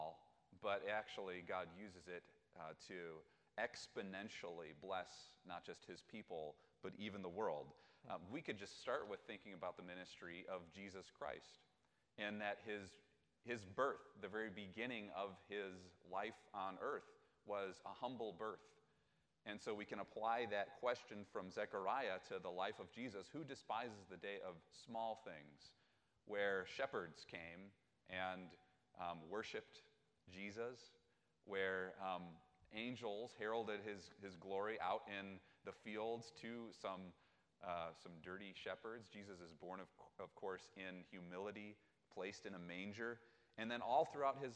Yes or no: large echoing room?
yes